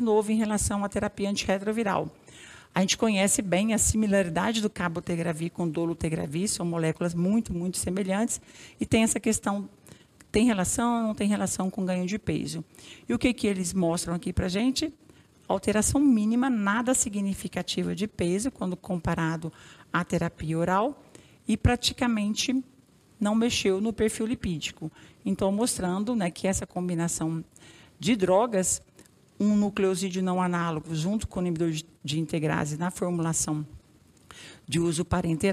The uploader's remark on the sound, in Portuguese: apresentação feita no dia 27 de março de 2021, no evento ao vivo Atualizando-se Pós CROI